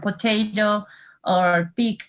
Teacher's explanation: lowercase p with aspiration. That is the P that you pronounce when you have initial letters like potato or pig or yes, that kind of P that we don't have in Spanish.